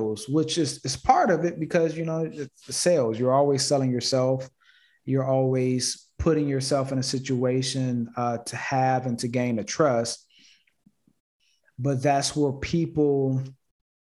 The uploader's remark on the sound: Investors Gallery is a live call open to the public. Investors Gallery is recorded and filmed in the Art Gallery built in the home of the Principle of Dimensional Capital Partners. Through this live zoom conference.